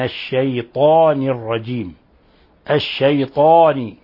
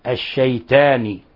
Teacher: الأخطاء عدم الاعتناء بتفخيم الطاء من قوله تعالى من الشيطان لأن الطاء حرف إطباق وحرف استعلاء حرف مفخم فينبغي بيان تفخيمه · Shown in: first take · أعوذ بالله من الشيطان الرجيم الشيطان وليس كالأعاجم الشيطان فهذه صفة · Term: صفة التفخيم